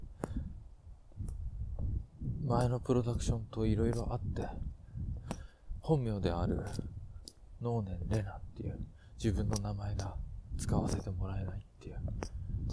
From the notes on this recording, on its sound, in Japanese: 歩きながら録ったので風の音などの雑音あります。